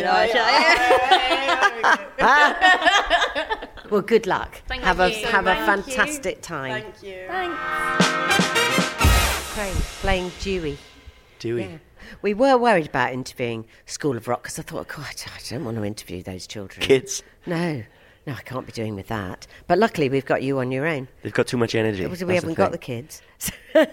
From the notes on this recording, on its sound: Backstage at the Magic At The Musicals. Talking to performers back stage at the Royal Albert Hall.